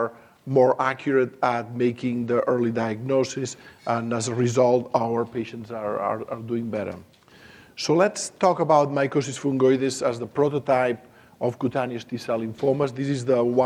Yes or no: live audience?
yes